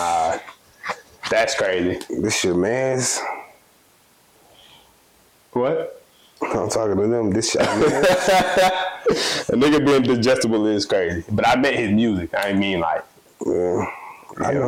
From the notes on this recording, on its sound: Be prepared to listen to some trash ass audio before you tune into this episode, the studio was closed for holidays and we still tried to deliver a pod